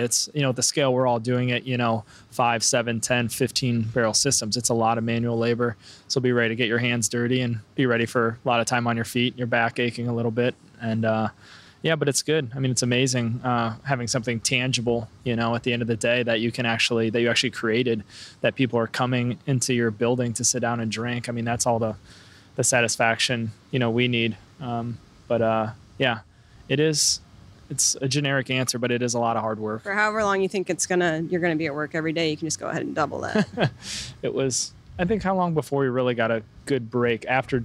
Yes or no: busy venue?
yes